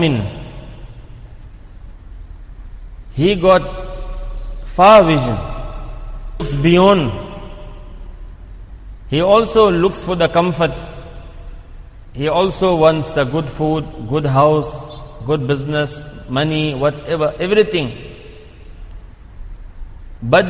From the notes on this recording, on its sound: Jumuah lecture at Masjid e Quwwatul Islam